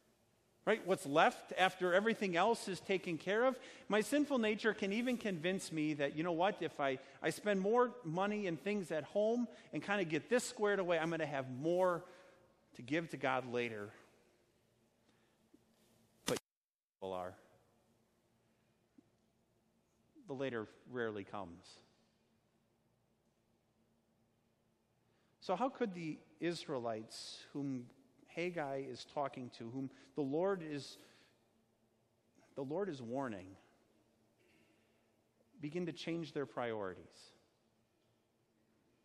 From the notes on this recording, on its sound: A sermon based on Haggai 1:1-11 preached at Our Savior Lutheran Church in Birmingham, AL, on Sunday, August 11th, 2019.